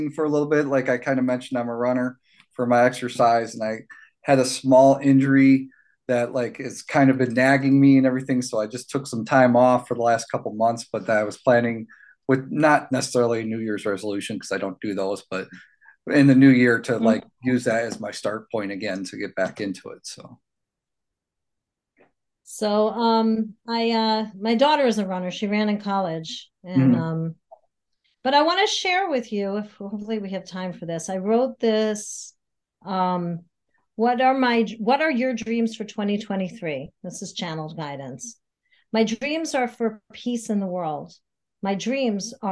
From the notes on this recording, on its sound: Hop on Zoom. Recorded at Pea Munny Studios.